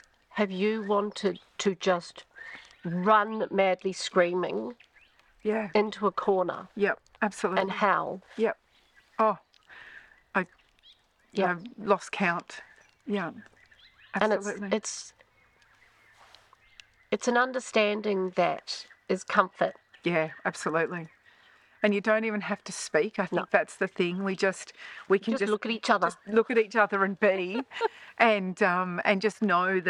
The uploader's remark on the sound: A 'self interview' by the waters edge not far from our camp at Urana, NSW. After setting up the recording equipment and hitting the red button it was over to them.